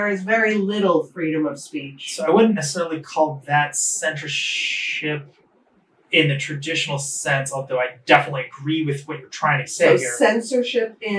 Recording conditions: poor microphone